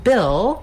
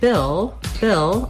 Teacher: Bill, we have the vowel I, which is a lax high front vowel